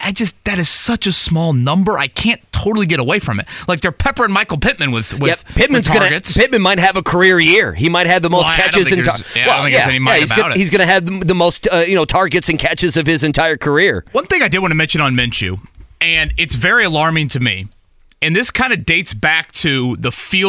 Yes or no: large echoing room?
no